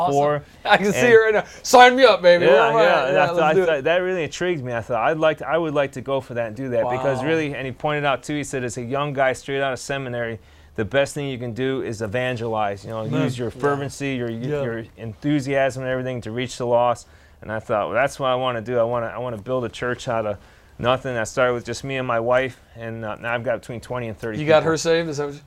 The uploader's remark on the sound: At the Answers in Genesis Pastor's Conference